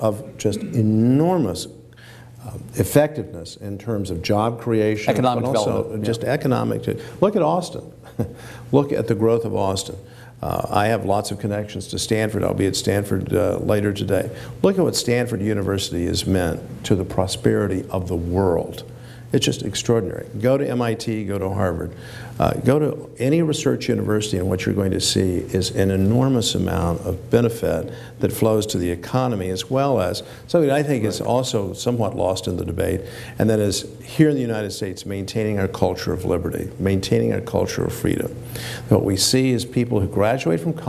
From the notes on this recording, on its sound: This event was recorded before a live audience in Austin. Our TribLive events feature discussions with our honored guests followed by questions from the audience.